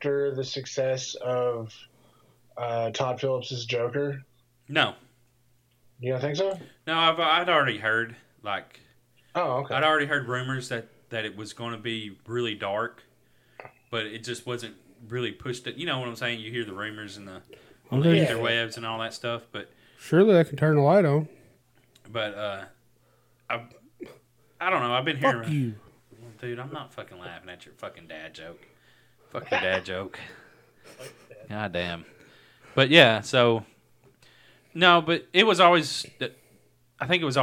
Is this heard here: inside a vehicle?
no